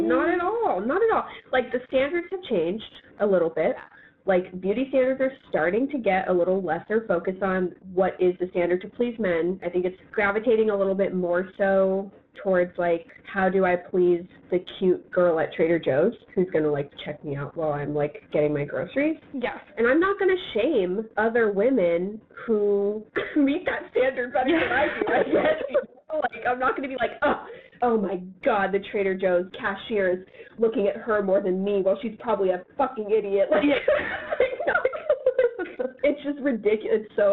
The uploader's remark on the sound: Apologies for the audio quality, we had some technical difficulties